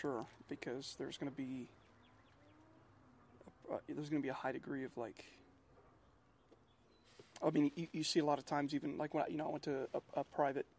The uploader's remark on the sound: This one was recorded while sitting on my back porch at Fort Drum, New York.